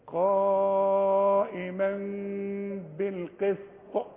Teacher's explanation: لا ده اصله ده تنوين، قائما المفروض فتحتين، انما اتشالت فتحة وترسمت ميم علشان كل تنوين يجي بعده باء يحصل له قلب، العلماء بيسموه اقلاب، اقلبه لميم واخفيه بشفايفي وغن